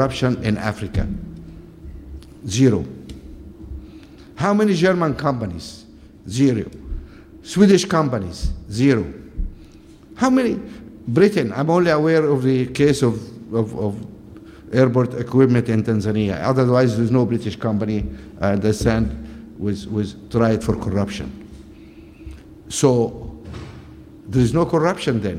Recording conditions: live audience